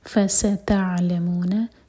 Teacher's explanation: عین ساکن پر جھٹکا نہ ہو تو عین ساکن پر تھوڑا سا ٹائم دیں